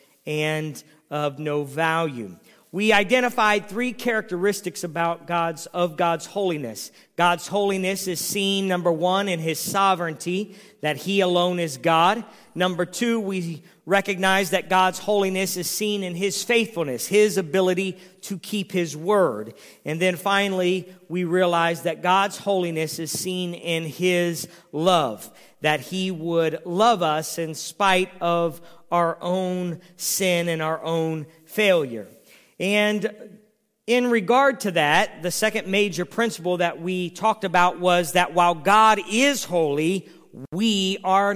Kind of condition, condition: setting, large echoing room